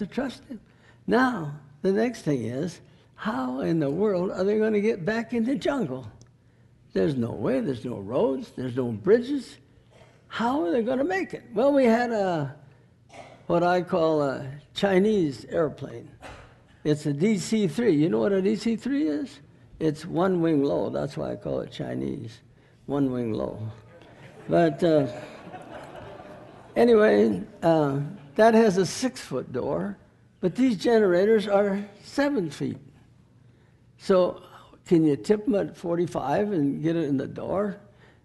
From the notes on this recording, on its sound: NBC 2009 Missions Conference. Sermon was recorded October 12, 2009 at Northside Baptist Church of Elkhart, Indiana.